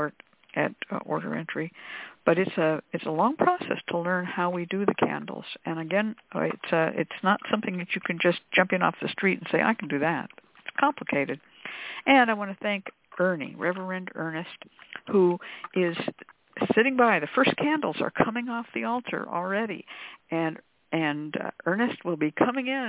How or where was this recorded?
phone line